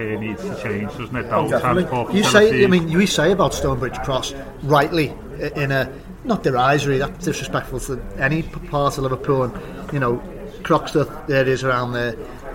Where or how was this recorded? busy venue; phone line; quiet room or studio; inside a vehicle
busy venue